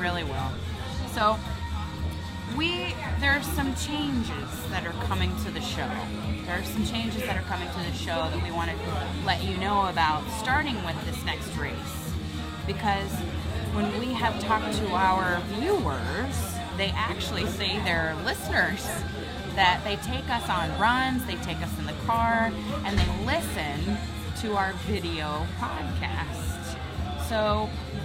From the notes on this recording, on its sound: Live From No. 3 Craft Brews in Cape Coral (FB Live Audio). This is the audio from last night's FB Live beer chat. We are experimenting with some new software and are trying our hand at an enhanced AAC audio podcast format.